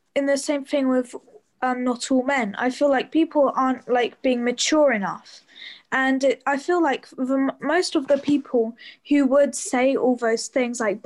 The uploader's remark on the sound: 'The Realist’ is a project conceived to explore bridging the distance between us during lockdown through audio. During our sessions (held via Zoom).